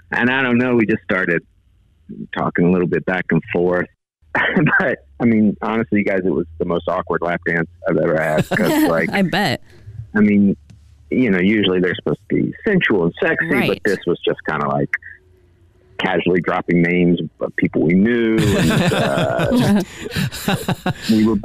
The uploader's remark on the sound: A Phone Prank